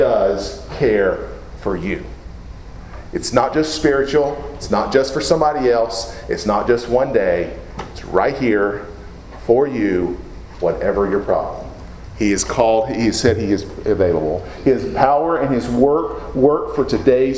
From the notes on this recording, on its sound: Preached at Deep Creek Baptist Church in Burlington, NC, on Sunday morning, April 30, 2017.